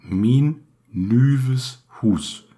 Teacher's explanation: Ein langes i, ein langes ü und ein langes u. · Term: lange Vokale